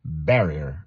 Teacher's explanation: the best pronunciation for this word is a barrier, stressing the first syllable, ba, ba, ba, barrier.